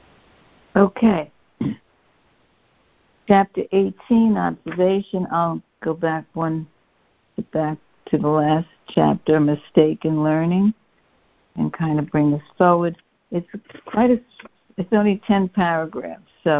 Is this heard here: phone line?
yes